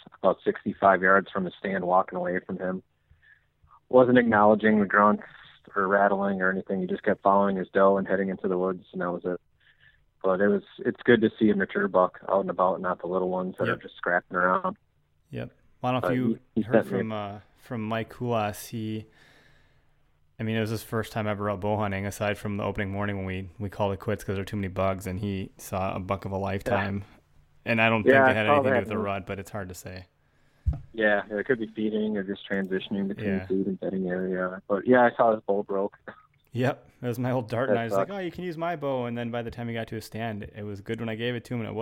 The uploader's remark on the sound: the Where to Hunt podcast features LIVE listener call-in's